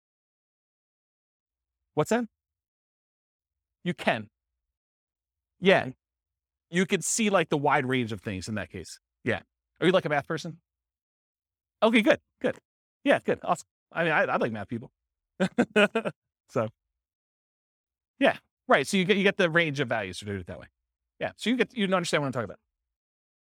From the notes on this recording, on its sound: This was a live class recorded.